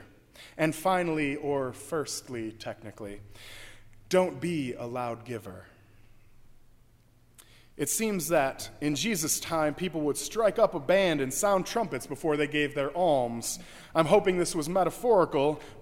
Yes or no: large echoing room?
yes